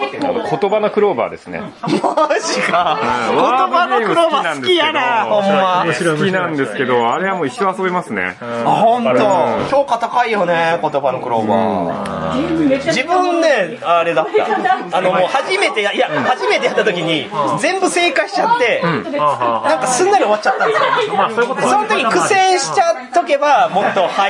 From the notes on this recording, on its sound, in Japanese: 店内収録のため、騒音雑音が激しく入っております。